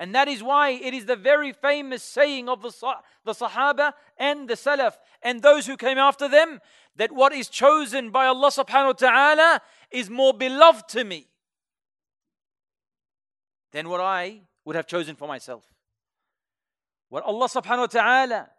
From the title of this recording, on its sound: LIVE from ASWJ Revesby